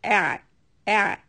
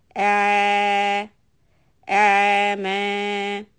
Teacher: Ayn has a sukoon, so we are going to hold the sound a little bit long and not bounce it either. So do not make a qalqala on the ayn · Shown in: second take